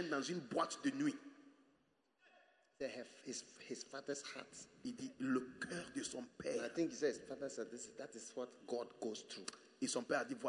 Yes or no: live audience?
yes